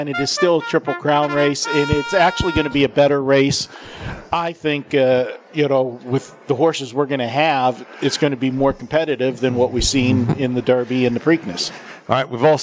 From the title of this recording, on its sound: Live from the Super Book at the Westgate Las Vegas